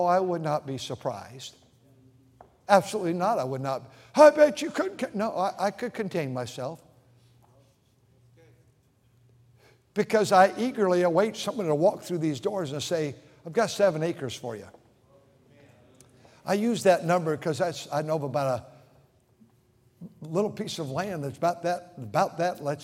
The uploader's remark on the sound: during the Sunday Evening service on November 19, 2023, at North Valley Baptist Church in Santa Clara, California